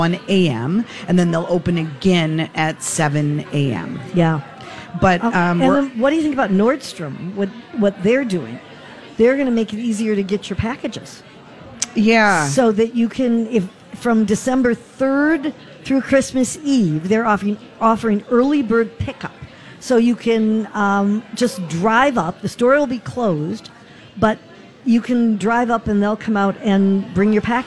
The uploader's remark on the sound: Live at the General Store of Minnetonka